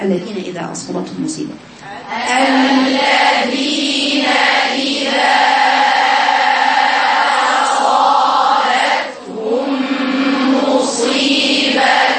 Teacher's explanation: تحقيق الإطباق اللي هو الصوت يبقى قريب من سقف الحنك